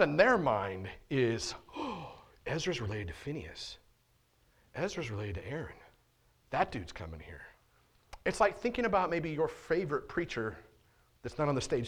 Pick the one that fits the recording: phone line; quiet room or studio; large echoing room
large echoing room